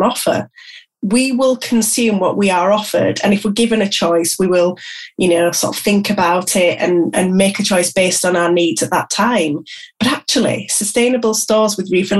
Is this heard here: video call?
yes